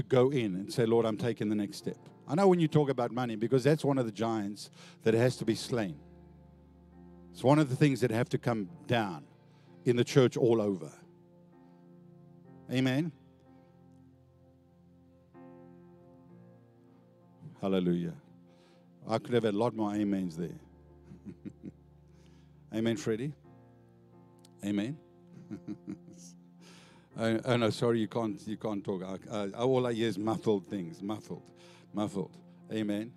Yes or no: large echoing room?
yes